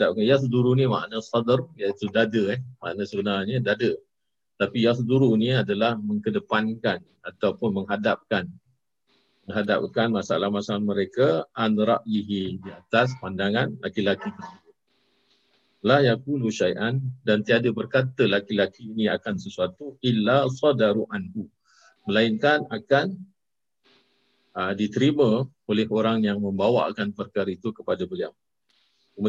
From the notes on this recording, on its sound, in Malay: Rakaman zoom pada setiap Khamis 9 mlm (waktu Singapura).